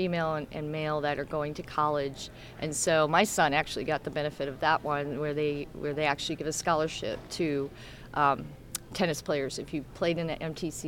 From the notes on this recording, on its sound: It’s a special AUDIO-ONLY edition of GSMKY! This was our first-ever remote podcast, recorded on January 27, 2024 at the Kentucky Tennis Weekend Community Development Workshop at the Hyatt Regency in Louisville, KY. We recorded a lot of great interviews with CTA representatives and some USTA staff.